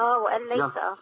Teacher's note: احنا عندنا النون هنا داخلة في اللام